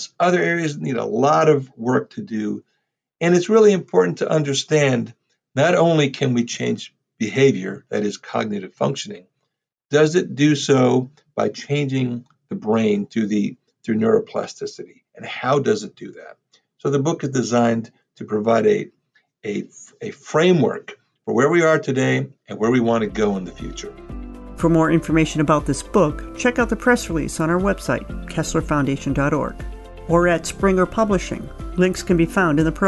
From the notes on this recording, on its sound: This podcast was recorded on Monday, October 5, 2020 remotely